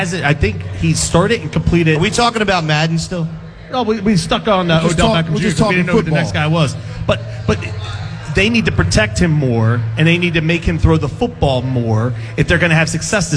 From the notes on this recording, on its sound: The crew is LIVE from the Grand Opening of Echelon Health & Fitness in Audubon, NJ!